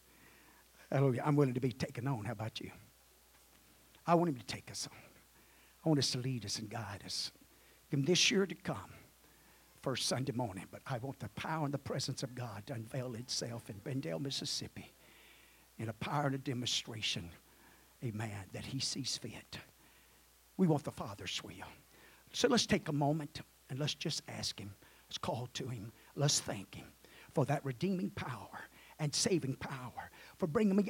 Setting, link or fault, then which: setting, large echoing room